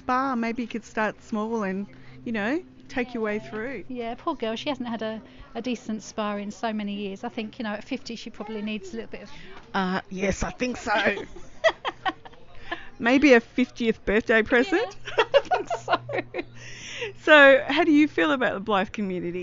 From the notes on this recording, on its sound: Recorded at a mini meet. In Melbourne, Australia.